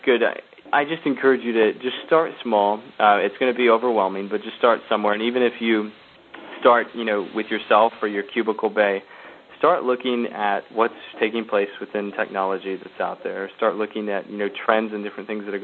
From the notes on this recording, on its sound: The Open Gov conference call series